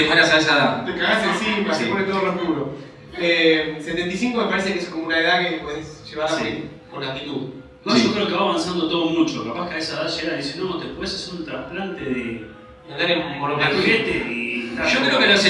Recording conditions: poor sound quality